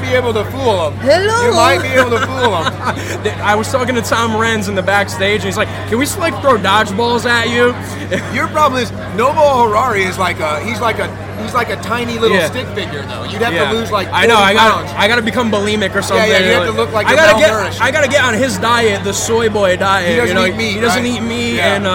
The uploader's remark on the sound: Live From The Reawaken America Tour!